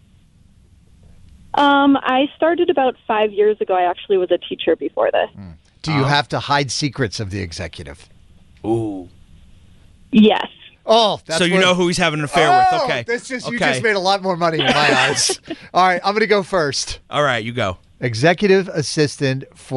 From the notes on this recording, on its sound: People called in anonymously